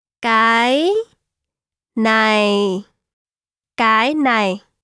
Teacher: Cái is the rising tone and này forms gradually.